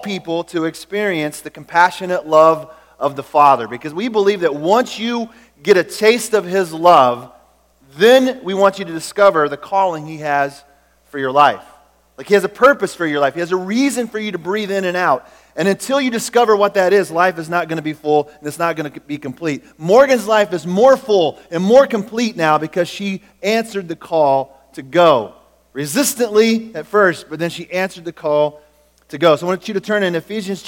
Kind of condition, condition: setting, large echoing room